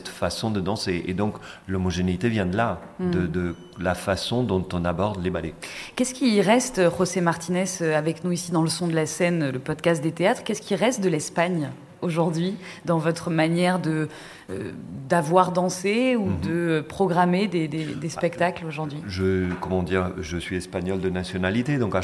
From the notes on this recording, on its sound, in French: nous avons réalisé une émission en public et en direct